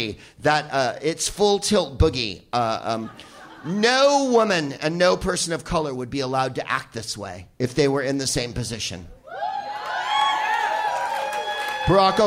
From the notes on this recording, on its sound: Live from The Crocodile in Seattle